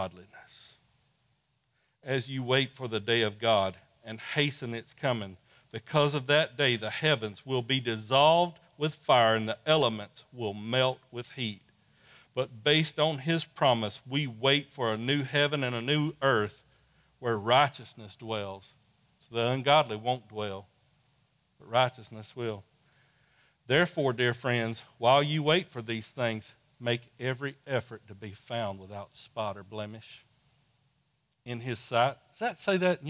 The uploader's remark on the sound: Sunday Service recorded live form New Life Church in Dothan, AL.